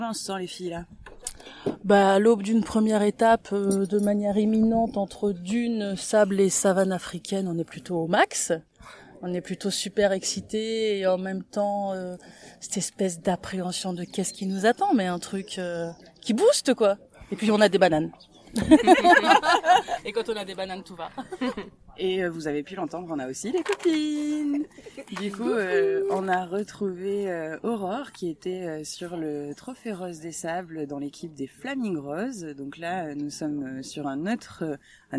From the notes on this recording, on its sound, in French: Pour prendre le départ de cette premiere étape du Trek rose Trip Sénégal. Au cœur du bivouac, en direct du petit déjeuner.